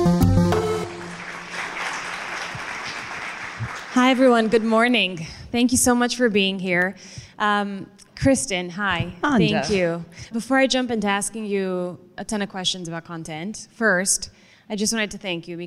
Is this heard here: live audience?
yes